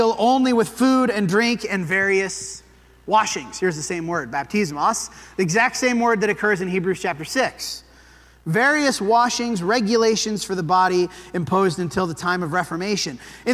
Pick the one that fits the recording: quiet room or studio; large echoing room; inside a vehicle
large echoing room